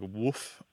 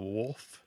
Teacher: Sometimes it's spelled woof, W-O-O-F, because it's one of these terms that's primarily transmitted orally. And so the L kind of disappears. · Shown in: first take · It sounds like woof instead of wolf.